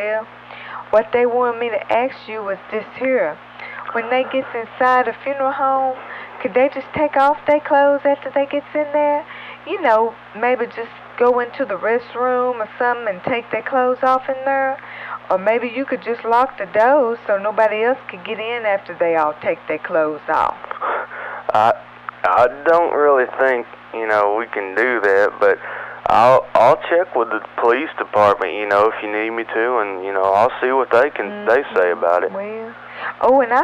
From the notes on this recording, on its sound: Prank Phone Calls